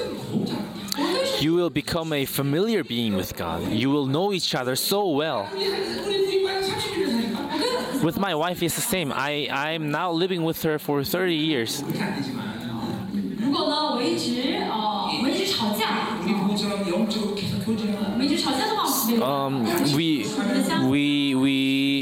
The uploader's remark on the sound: Chuseok Conference. Conference sermon.